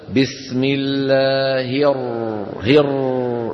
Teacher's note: انظر إلى اللوحة، التكرير صفة من صفات الراء، وهو ارتعاد طرف اللسان بالراء ارتعادا خفيا نتيجة ضيق مخرجها